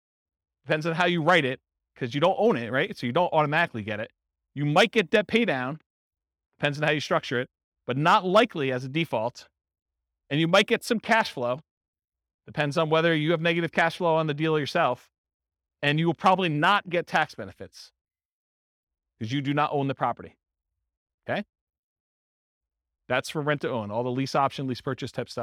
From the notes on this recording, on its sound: This was a live class recorded. In South Bend, Indiana.